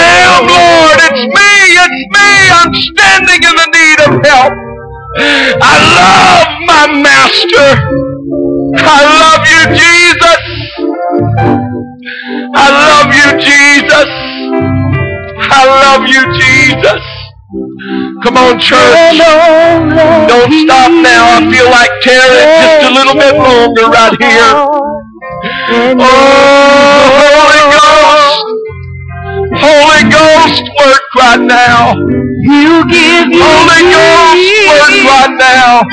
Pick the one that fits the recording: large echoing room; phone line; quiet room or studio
large echoing room